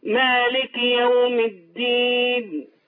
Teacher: نكسر الكاف شوية بس كمان